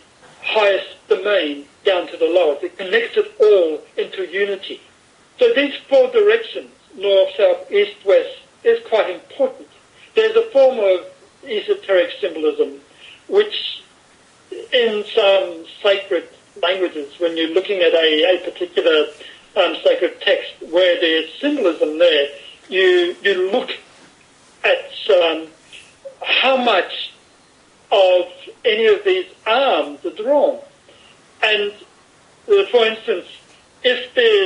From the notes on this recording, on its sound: Over skype (so please forgive the variable quality of the recording).